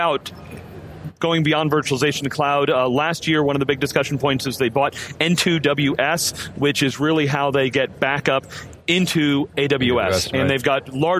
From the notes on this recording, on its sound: Live from VeeamOn 2018 with a discussion on the day one keynote in Chicago, IL.